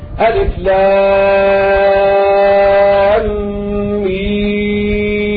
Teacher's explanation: فلام مد لازم حرفي مثقل، وميم مد لازم حرفي مخفف لأن اللام بعدها الميم مشددة، وأما ميم في آخرها ميم ساكنة، وهكذا.